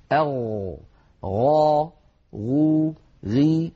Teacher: نرى على الشاشة صفات الغين، الصفات ذوات الضد. أولا الغين مجهورة، والغين رخوة، والغين مستعلية، وكما أنها منفتحة. أما الصفات التي لا ضد لها فلا تتصف الغين بشيء من ذلك.